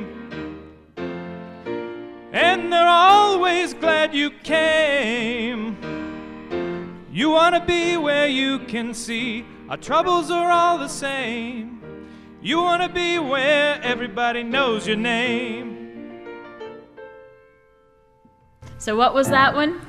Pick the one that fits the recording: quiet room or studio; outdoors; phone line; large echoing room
large echoing room